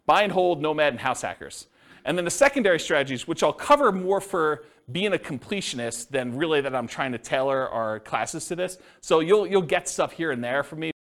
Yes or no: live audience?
yes